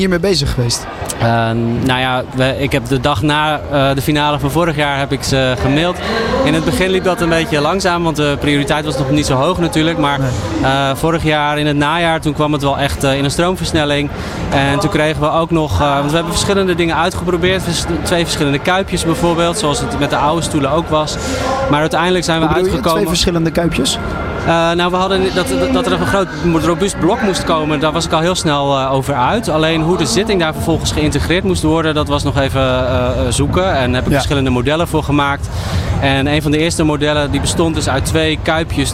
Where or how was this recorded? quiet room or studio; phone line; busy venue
busy venue